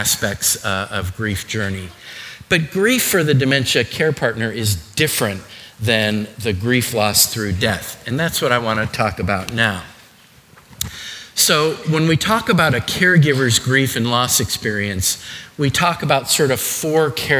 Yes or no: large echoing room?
yes